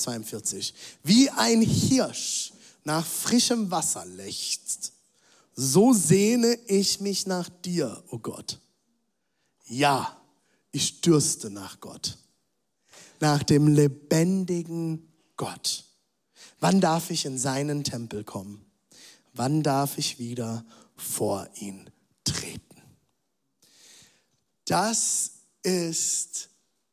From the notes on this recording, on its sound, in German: Zeal Church Dresden. Audiomitschnitt der Predigt.